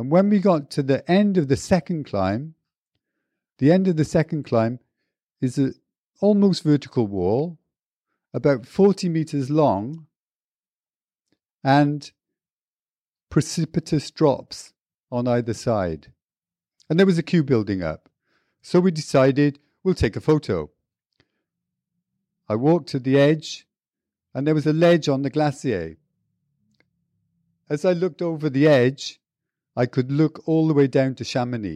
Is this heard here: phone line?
no